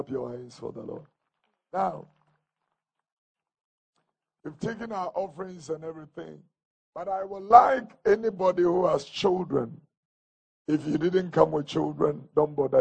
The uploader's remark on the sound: Alabaster International Ministry. During Prophetic Crossover Night Service.